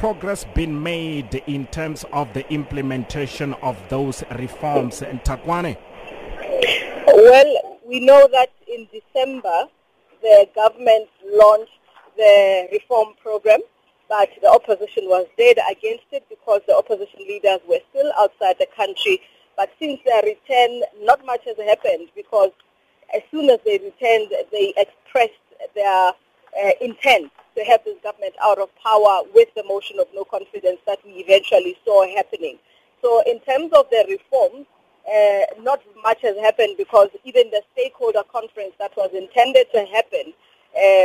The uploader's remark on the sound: we are joined on the line